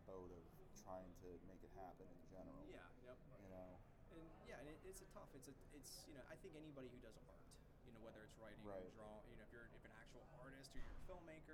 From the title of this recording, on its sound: Live From Grossfest